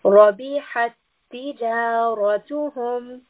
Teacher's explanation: Rabihat, ra is a heavy sound in this case. Tijaratuhum, again we have a ra, in this case it is heavy.